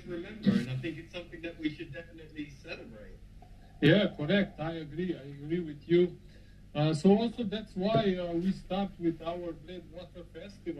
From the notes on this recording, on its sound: Sorry for the bad audio quality